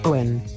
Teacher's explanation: The stress on Owen falls on the O syllable, and O is a diphthong in this name. Owen. Make sure you hold the O nice and long.